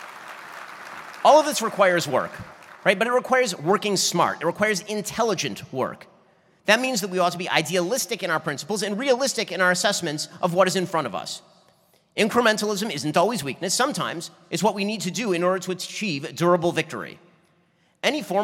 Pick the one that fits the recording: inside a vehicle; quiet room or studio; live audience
live audience